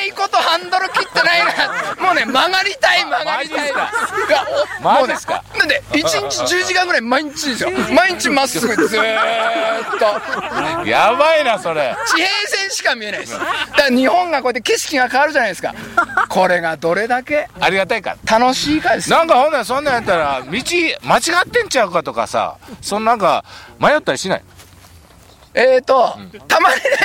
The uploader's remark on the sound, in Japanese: 長野県ビーナスラインの霧ヶ峰高原にて。バイクツーリングをして青空対談収録を開催いたしました。